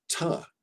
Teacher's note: we pronounce it ta with a schwa because it's unstressed. So there's this interrelation between not stressing a word and then a reduction of the vowel.